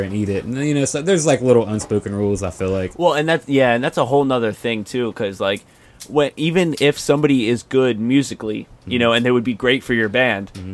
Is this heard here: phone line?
no